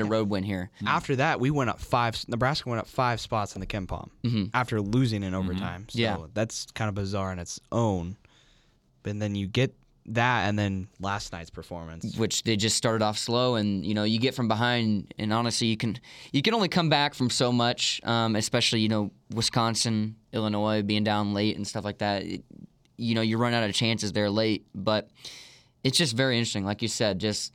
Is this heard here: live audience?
no